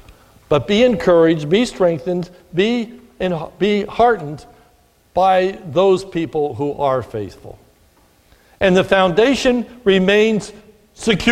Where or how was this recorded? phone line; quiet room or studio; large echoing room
large echoing room